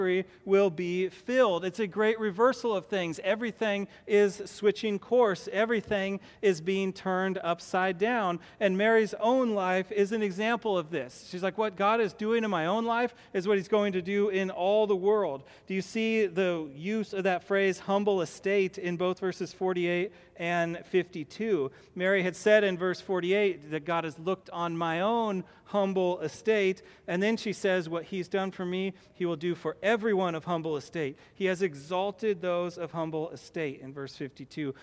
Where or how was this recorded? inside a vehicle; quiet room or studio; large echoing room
large echoing room